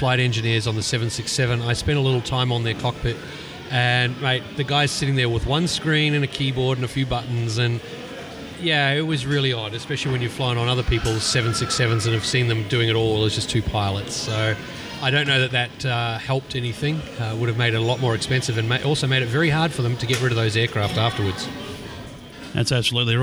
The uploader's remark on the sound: The boys are out at Coldstream airport for the Mission Aviation Discovery Day recording live.